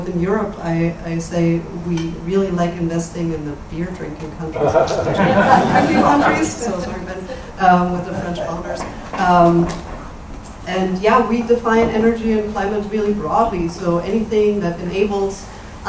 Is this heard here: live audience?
yes